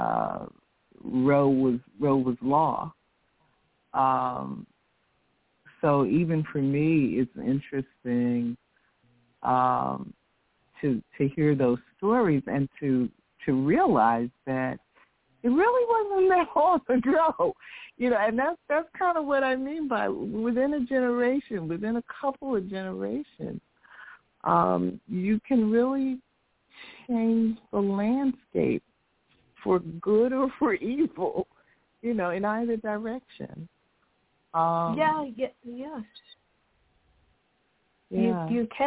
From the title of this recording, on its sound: Follow-up Call-In Session